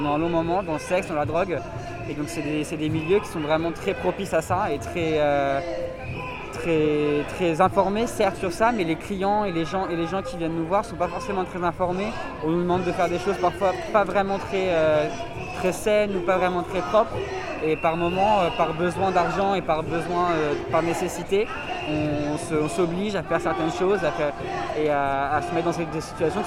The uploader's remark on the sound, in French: Le rendez-vous a été donné sur la place de la Bastille. La manifestation s’élance en direction de la Flèche d’Or dans le 20e arrondissement de Paris. Le déploiement du patchwork des noms, des prises de parole et un repas partagé. Le 1er décembre 2021 à Paris.